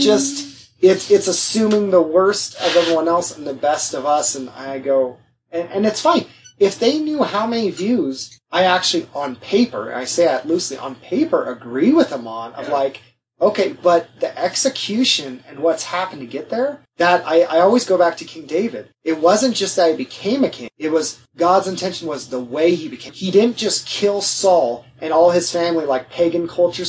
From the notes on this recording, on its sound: Sadly the audio failed